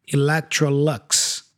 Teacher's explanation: in English, we say lux at the end, right? The U has a schwa sound.